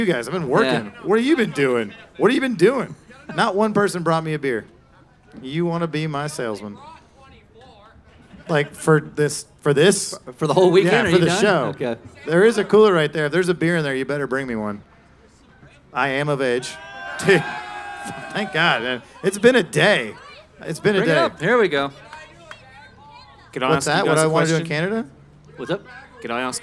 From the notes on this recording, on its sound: LIVE at Watkins Glen. Recorded live in Victory Circle during the weekend of the Six Hours of the Glen. 300 fans at Watkins Glen.